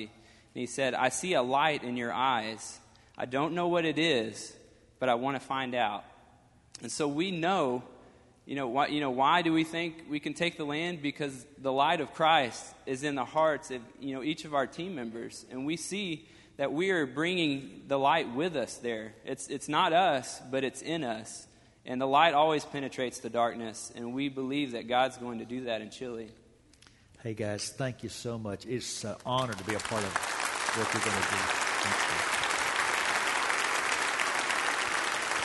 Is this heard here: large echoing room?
yes